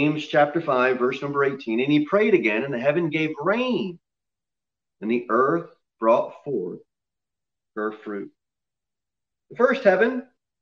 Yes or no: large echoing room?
yes